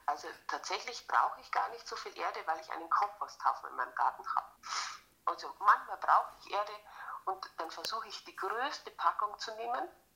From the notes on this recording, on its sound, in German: per Telefon interviewen